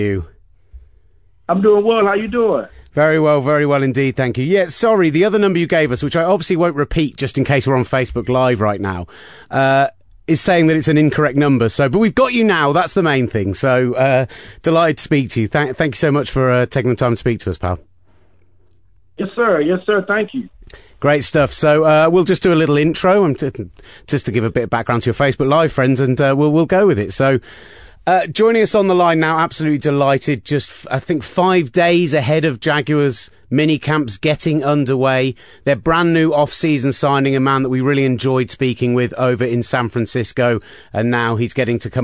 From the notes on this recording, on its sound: joins us on the phone